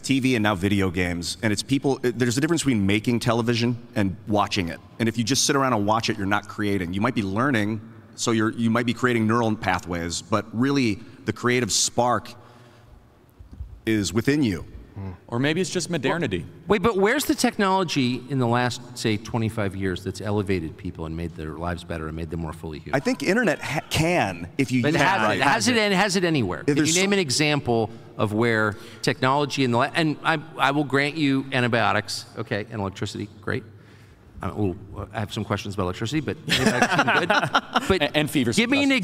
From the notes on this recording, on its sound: LIVE From TPUSA AMFest. LIVE at America Fest 2023 in Phoenix, Arizona.